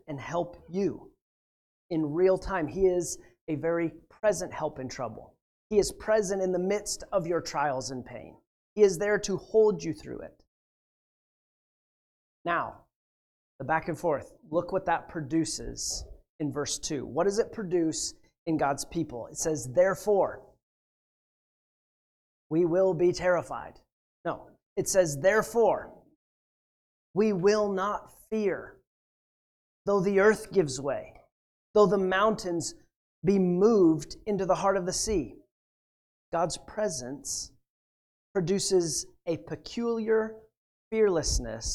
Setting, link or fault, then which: setting, large echoing room